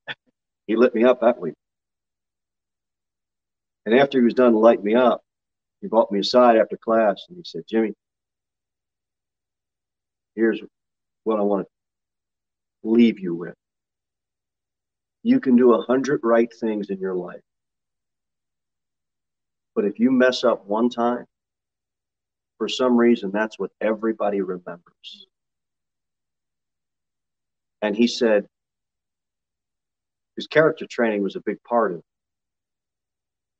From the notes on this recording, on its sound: Sermon delivered at Pilgrim Baptist Church on Sunday, September 4, 2022 at 10:15 am. Jere Whitson Rd.